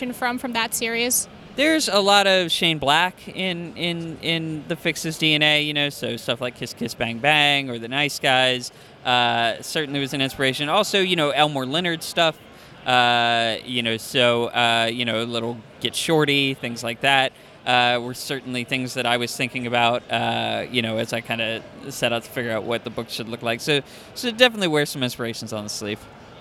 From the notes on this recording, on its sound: Five Points Festival 2017. Interviewed at Five Points Festival in NYC.